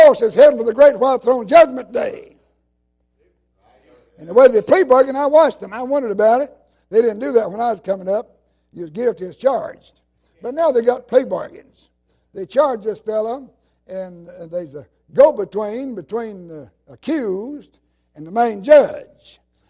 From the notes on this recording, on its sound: While he was in revival service at Calvary Baptist Church of Kingston, Tennessee.